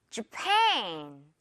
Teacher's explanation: 아주 가볍게 J 이렇게 한다고 생각을 하면 좋을 것 같아요. 그리고 뒷부분을 이제 길게 고무줄처럼 늘어뜨려서 pan 해주면 되거든요